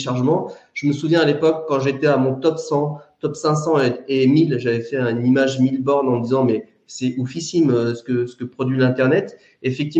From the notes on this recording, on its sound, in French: Version audio du webinaire du 15 janvier 2024